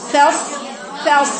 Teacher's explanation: أخطأنا في الفاء من أول تأثرنا بالصاد فقلنا فص قلنا فاء خطأ هي فاء والصاد فاص فاص فيها استعلاء وإطباق يبقى صوتها من فوق